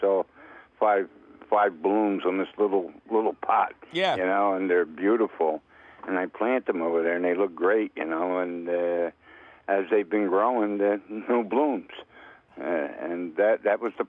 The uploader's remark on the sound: Otherwise, it’s a fabulous phone call show!